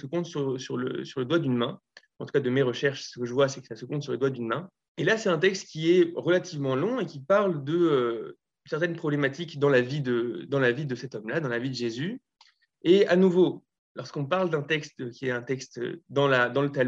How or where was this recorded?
video call